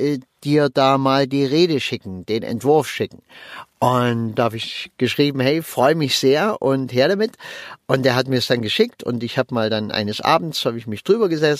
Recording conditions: inside a vehicle